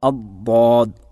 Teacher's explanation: ദാദ് എന്നുള്ളത് നാവിൻ്റെ ഇരുവശങ്ങളിൽ നിന്നും ഉച്ചരിക്കേണ്ടതാണ്. അതിൽ ഇടതുഭാഗത്തു നിന്നാണ് കൂടുതലും ഉച്ചരിക്കാറുള്ളത്.